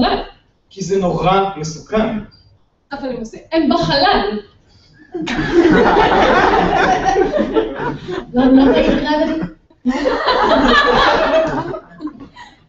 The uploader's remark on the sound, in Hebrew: פרק מול קהל חי בכנס עולמות